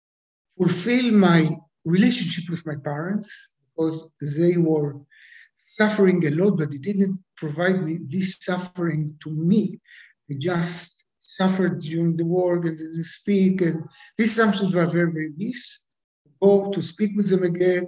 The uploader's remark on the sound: Goes international via Zoom.